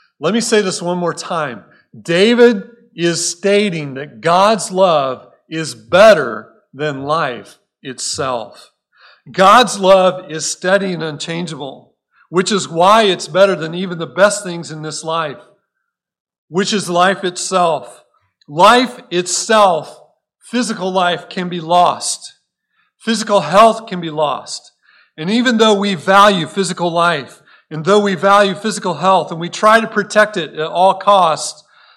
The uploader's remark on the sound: Recorded at Cornerstone Church in Mesa, AZ